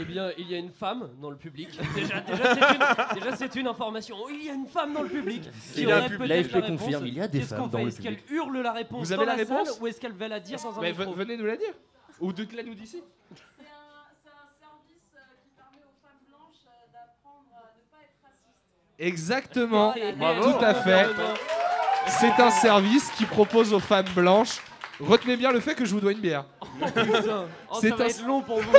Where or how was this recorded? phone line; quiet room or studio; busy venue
busy venue